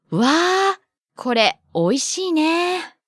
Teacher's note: when the vowel in ne is prolonged, it expresses the speaker's feelings of excitement